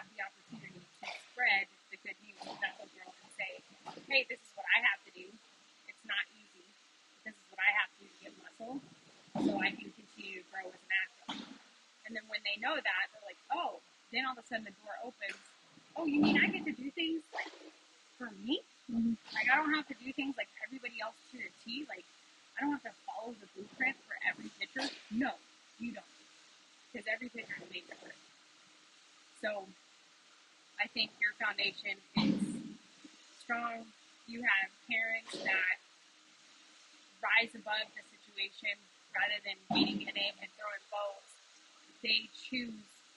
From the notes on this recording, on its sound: as always I do appreciate you listening to this even though the audio was all over the place!